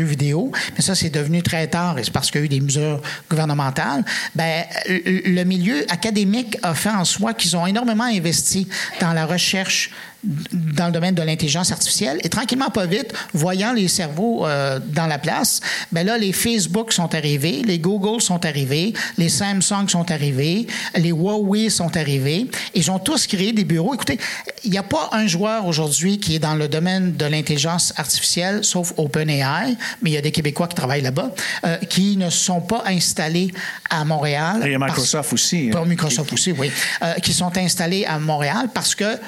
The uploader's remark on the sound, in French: Vous entendrez un segment capté en direct devant public au Petit Théâtre Outremont la semaine dernière.